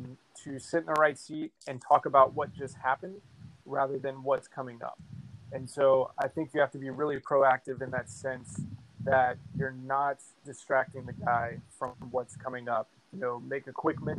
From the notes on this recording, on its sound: The Audio Quality in this episode is lack luster. Our recording app was not cooperating.